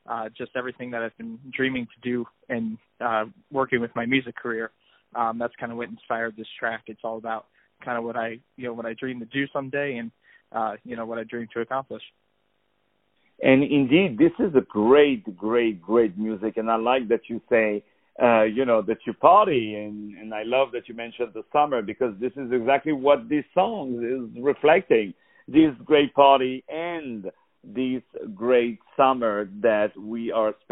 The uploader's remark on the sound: On the phone